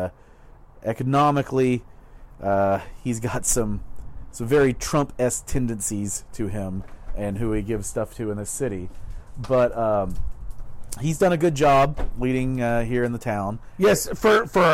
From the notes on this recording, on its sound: They’re out on the patio today talking politics! The audio quality is a bit lower than normal due to the outdoor recording.